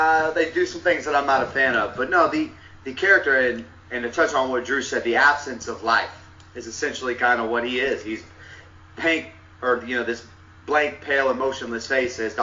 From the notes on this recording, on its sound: There's a tad bit of sound issues on this one